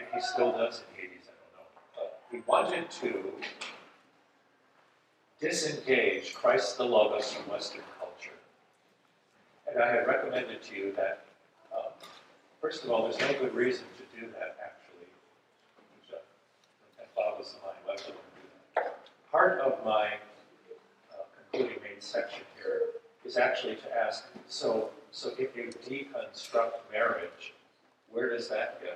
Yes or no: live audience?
yes